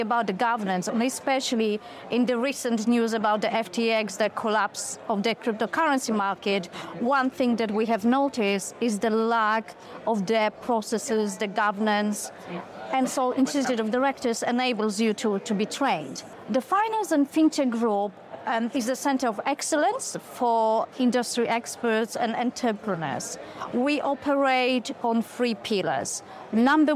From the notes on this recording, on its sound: live from FinTech Connect